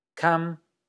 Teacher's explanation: la palabra Kham, con un tono alto parejo, significa pieza